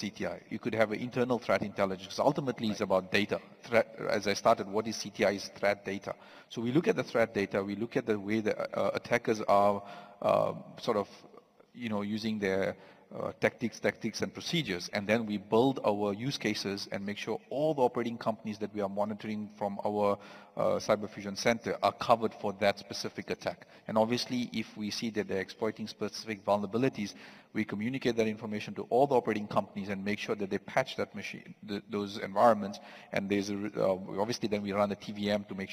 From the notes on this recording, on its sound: Recorded live on stage at the CYDES 2023 event, organized by the National Cyber Security Agency (NACSA). Please note, due to the live recording nature of this episode, you might need to adjust your audio levels occasionally.